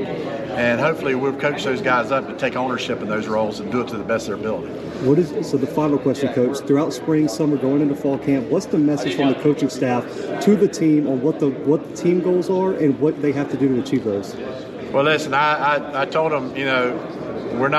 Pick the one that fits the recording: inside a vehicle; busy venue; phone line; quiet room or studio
busy venue